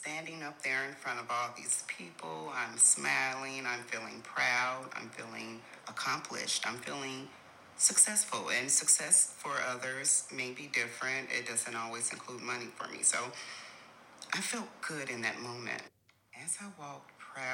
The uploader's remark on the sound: So, please forgive any background noise.